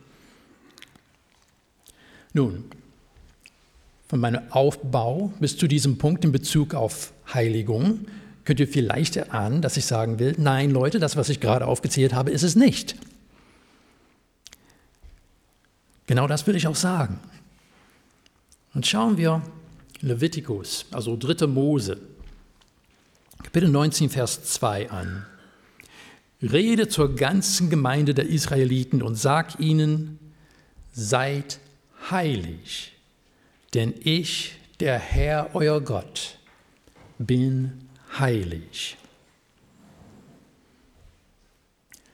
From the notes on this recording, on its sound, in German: Predigt aus dem Gottesdienst vom 16.07.2023.